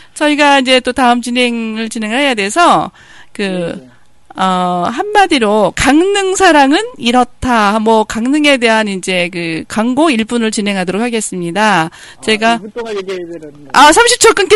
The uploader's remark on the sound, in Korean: 전화인터뷰. 강릉사랑, 초당라디오TV.